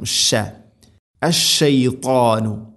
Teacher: തഫശി എന്ന ഒരു സിഫത്ത് അതിനുണ്ട്, പരത്തി ഉച്ചരിക്കണം.